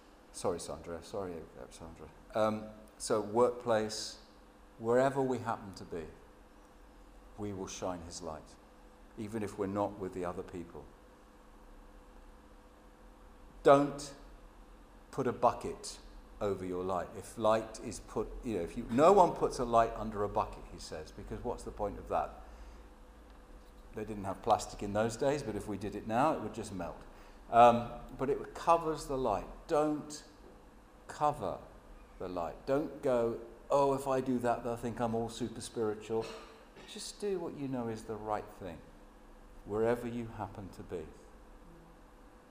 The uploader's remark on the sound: Sermon at St James Alperton